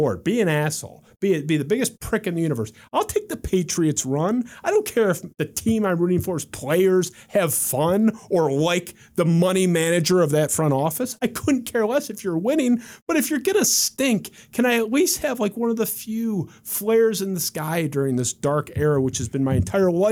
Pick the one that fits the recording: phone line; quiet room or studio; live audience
quiet room or studio